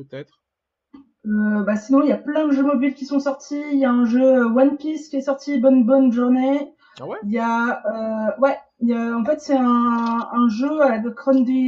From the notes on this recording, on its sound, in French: Navré pour la qualité sonore du podcast il s’agit de notre premier podcast live en mode confiné.